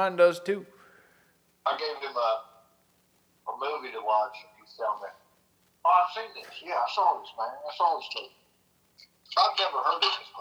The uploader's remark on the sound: Phone Call With My Dad.